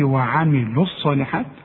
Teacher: ملاحظ ان انا ما نطقتش الواو عند الوصل